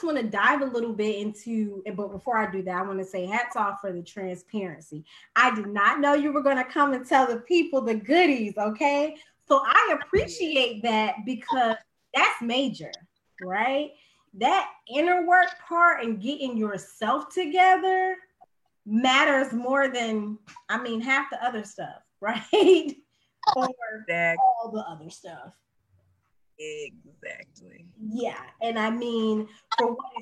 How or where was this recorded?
video call